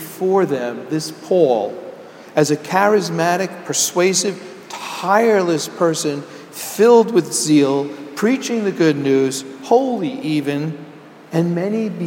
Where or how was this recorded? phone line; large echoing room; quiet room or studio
large echoing room